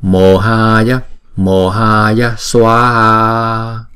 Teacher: Chữ O là hai nhịp và chữ A có dấu gạch ngang là hai nhịp